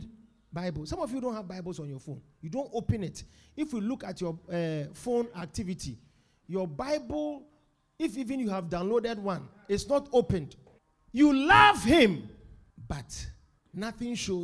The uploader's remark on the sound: Preached at The Supernatural Encounter Service.